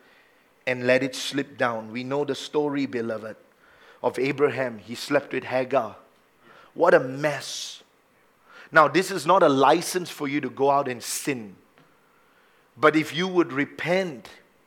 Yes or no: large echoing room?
yes